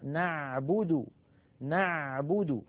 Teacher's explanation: من وسط الحلق من المنطقة التي تليها يخرج حرفان أيضا هما العين والحاء